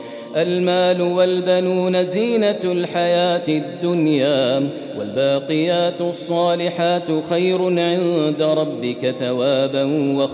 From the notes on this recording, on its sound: Arabic Audio Recitation: 20th Ramadan 2020 Taraweeh Prayer in Masjid Al Haram, Makkah, Saudi Arabia.